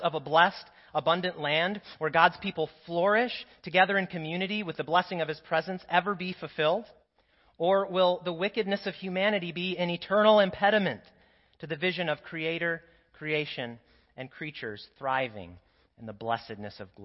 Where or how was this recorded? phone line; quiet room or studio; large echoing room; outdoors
large echoing room